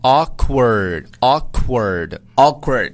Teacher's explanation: 后面这个 k 和这个 w 要这两个辅音呢要读的稍微快一点